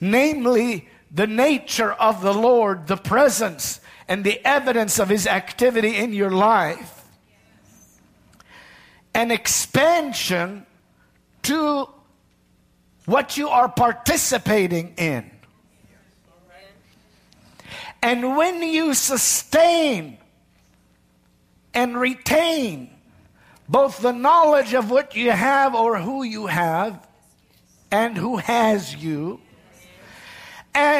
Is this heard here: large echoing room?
yes